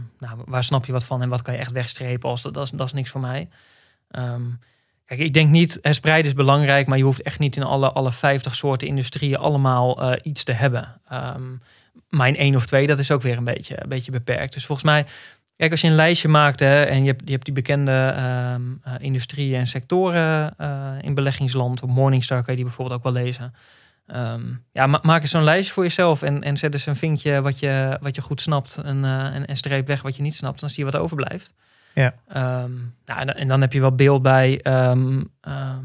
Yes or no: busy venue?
no